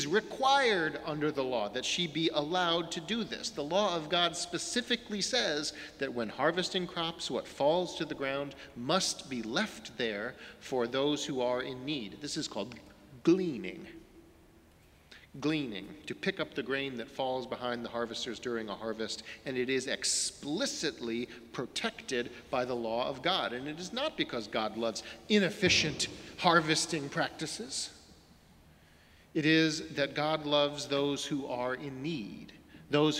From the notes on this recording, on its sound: Sermons from Old South Church in Boston